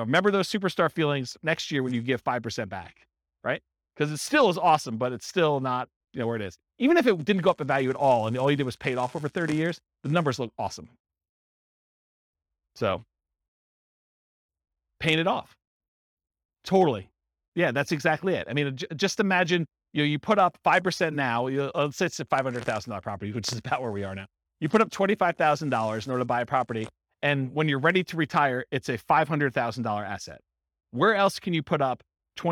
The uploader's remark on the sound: This was a live class recorded for buy and hold real estate investors. The live in-person version.